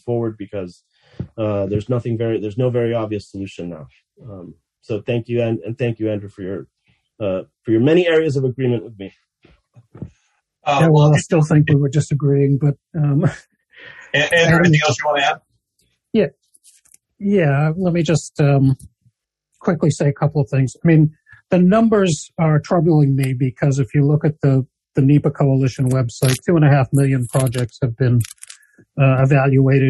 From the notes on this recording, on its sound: That was the title of a recent webinar, organized by the Law & Economics Center at George Mason University’s Antonin Scalia Law School.